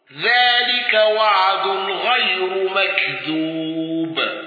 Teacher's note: الأزرق بتقليل الراء وترقيق الراء المضمومة